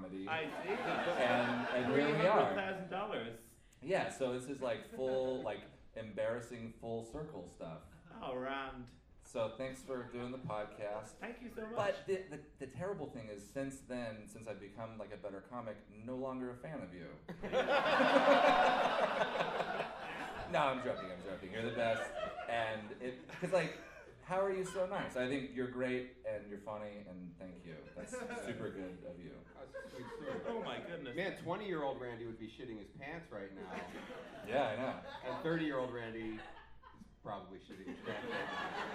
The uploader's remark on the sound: LIVE IN AUSTIN